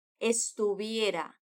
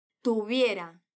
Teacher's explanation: fala esse V com o som de B do espanhol. Aquele mais sutil, porque a letra V está entre vogais. Estuviera. Não fecha os lábios, só aproxima e tenta reproduzir o som do B.